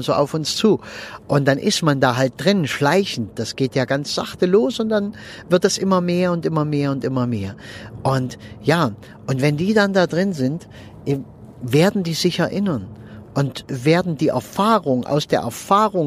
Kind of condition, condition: setting, inside a vehicle